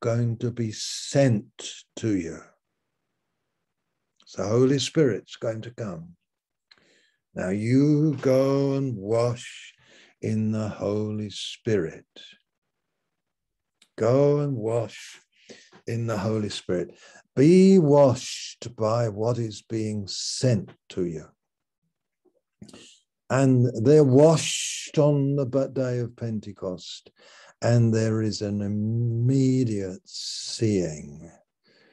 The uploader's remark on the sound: Malaysia Meets (Zoom)